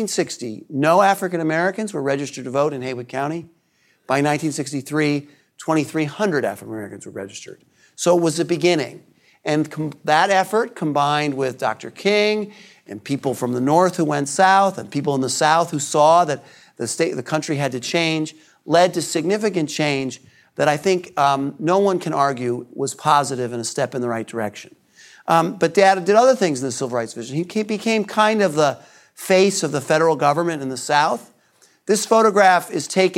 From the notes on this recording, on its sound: This presentation was delivered as part of the 2019 Acton Lecture Series.